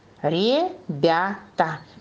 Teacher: куда стоит ударение, куда она падает? На слог «бя», на гласную «я».